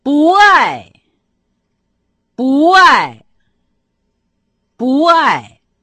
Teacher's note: Обычно отрицание «бу» произносится, как вы слышите, именно с четвертым тоном. Но перед глаголом, который также имеет четвертый тон, это самое «бу» меняет свой тон на второй. Значит, словосочетание «не любить» по-китайски звучит как «буай».